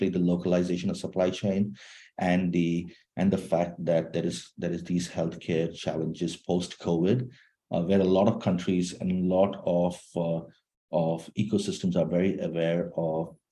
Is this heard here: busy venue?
no